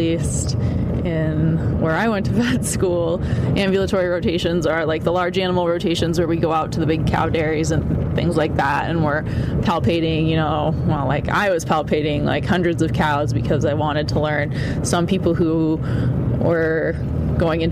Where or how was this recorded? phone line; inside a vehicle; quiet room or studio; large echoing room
inside a vehicle